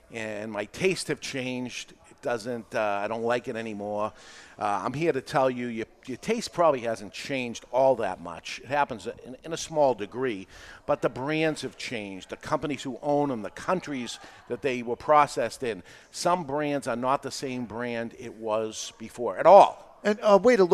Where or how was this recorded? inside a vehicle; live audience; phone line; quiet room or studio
live audience